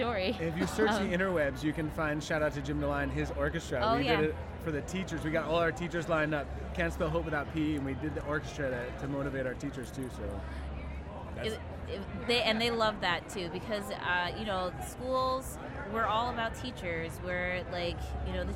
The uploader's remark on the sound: Live from SHAPE Nashville. Tune in to hear all the fun and insight from the national conference as it took place from the US Games booth in the Exhibit Hall.